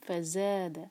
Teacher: ز دو حرکہ اور buzzing sound کے ساتھ ز نکلے گا